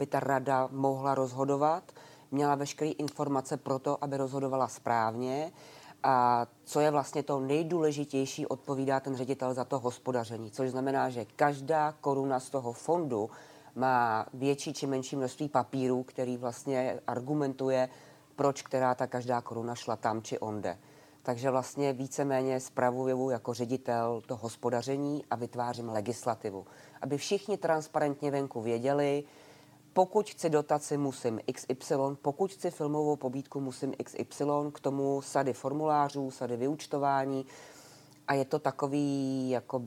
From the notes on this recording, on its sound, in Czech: S ředitelkou Státního fondu kinematografie jsme si povídali na Mezinárodním filmovém festivalu Karlovy Vary.